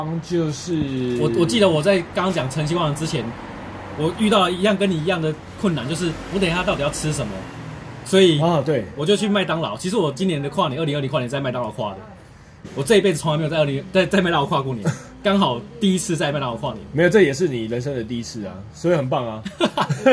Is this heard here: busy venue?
yes